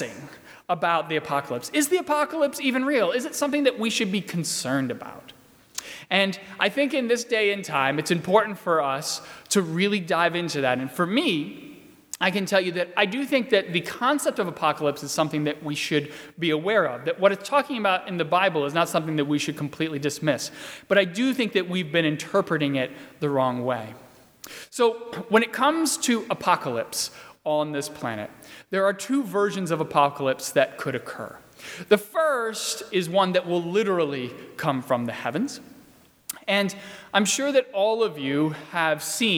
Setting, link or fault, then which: setting, large echoing room